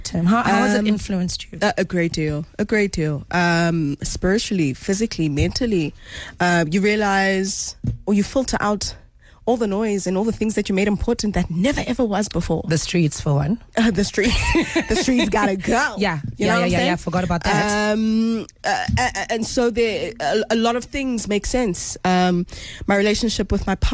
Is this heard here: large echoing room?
no